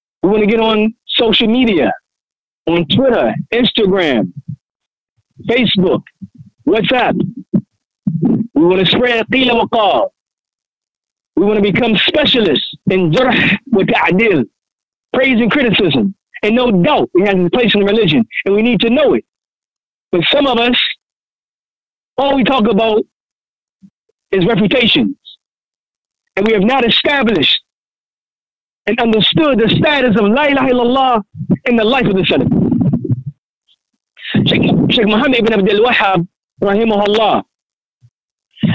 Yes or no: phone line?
yes